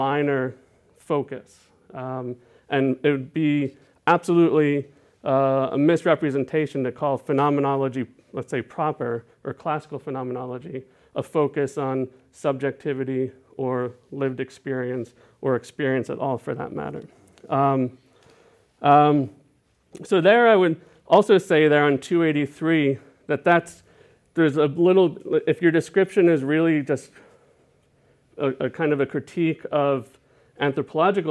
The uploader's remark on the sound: is a recording of a Theoretical Happy Hour held on the 6th of June 2018 in Ethnographic Exploratory at the University of Copenhagen